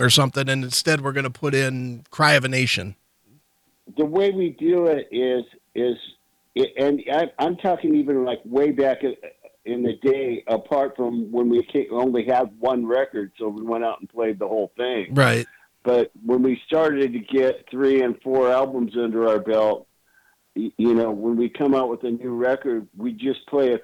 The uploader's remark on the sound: called